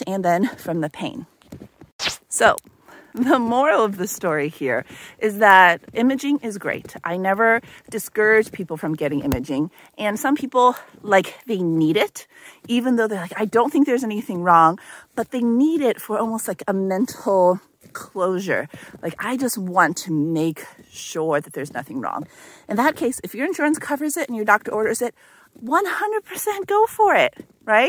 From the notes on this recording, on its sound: In this week's walk and talk.